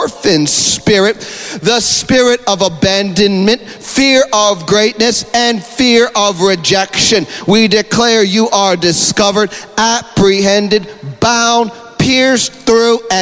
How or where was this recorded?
large echoing room